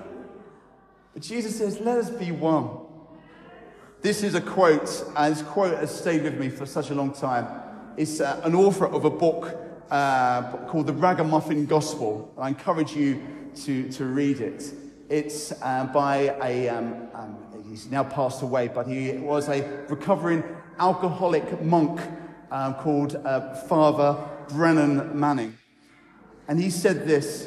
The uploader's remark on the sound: I recorded on Sunday 21 st May an encouraging talk at Newcastle Holy Cross (Fenham)